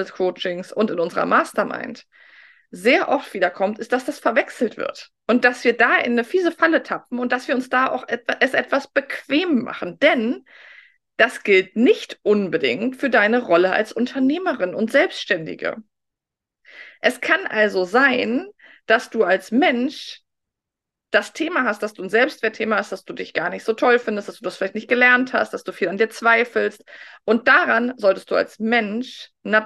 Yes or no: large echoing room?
no